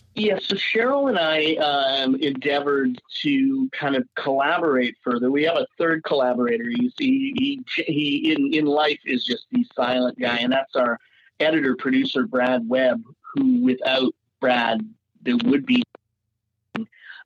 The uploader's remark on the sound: We had the opportunity to hop on the phone